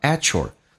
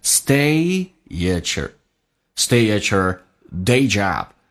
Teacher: at 跟 your 有一个同化音，T 加也发 ch